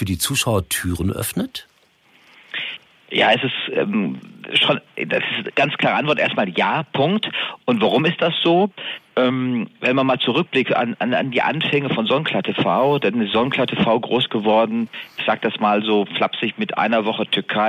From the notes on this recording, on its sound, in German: im Telefoninterview